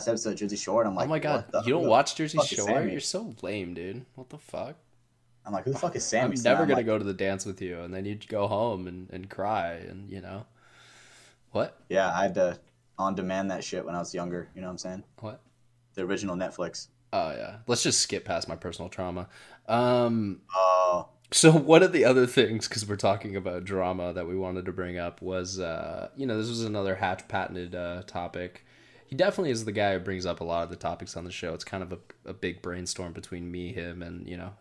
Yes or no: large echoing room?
no